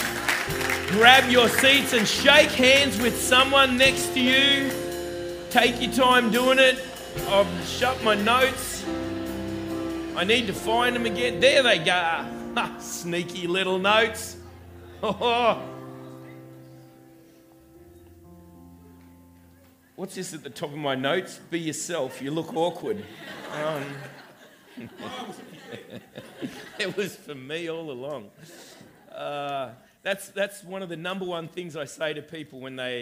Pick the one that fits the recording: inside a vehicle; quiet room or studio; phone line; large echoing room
large echoing room